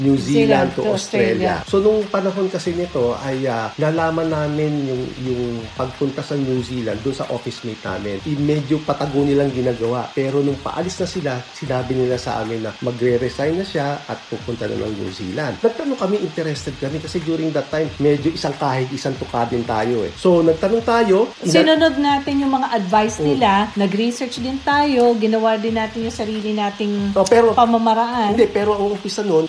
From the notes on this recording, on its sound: Note there is a slight hissing sound in our audio, but otherwise still loud and clear. Hope you do not mind this slight technical glitch.